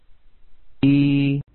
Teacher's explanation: والياء تخرج من فين؟ من وسط اللسان، انظر إي، واضح؟